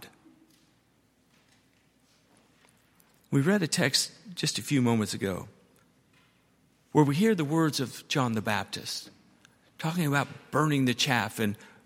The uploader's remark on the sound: at Highland Baptist Church